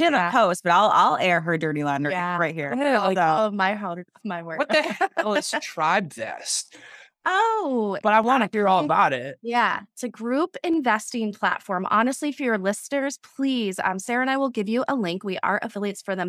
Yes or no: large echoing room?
no